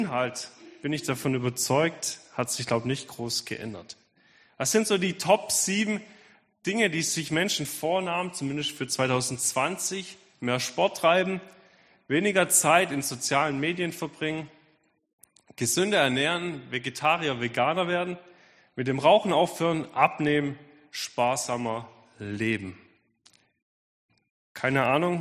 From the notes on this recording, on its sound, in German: Predigt der Sueddeutschen Gemeinschaft Ditzingen